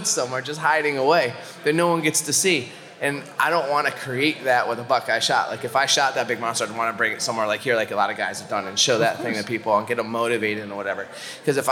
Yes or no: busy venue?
yes